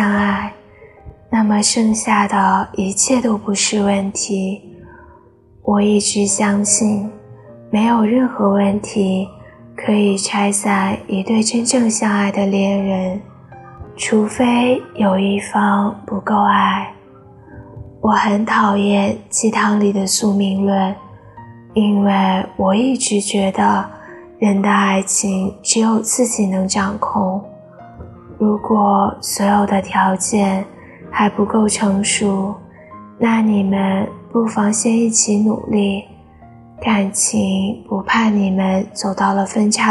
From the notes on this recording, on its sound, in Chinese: 杂音较大，望见谅